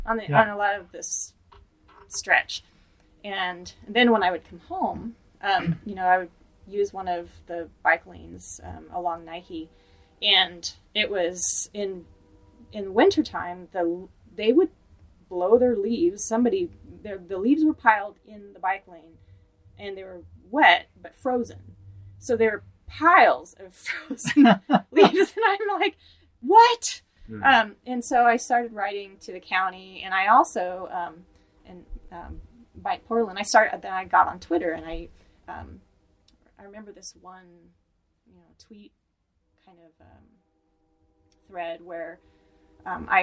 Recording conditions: poor microphone